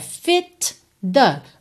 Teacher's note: fit the, você junta tudo num som só